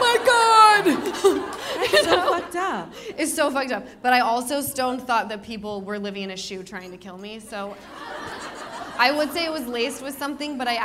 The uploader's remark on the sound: The One Where They’re Live From The Improv. Two very special live shows at The Improv in Irvine!